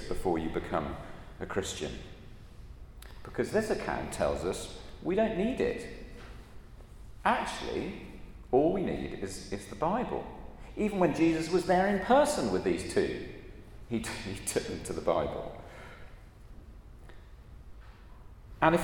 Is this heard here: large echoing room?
yes